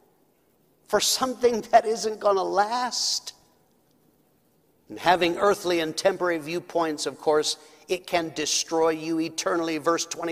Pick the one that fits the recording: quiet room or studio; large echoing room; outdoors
large echoing room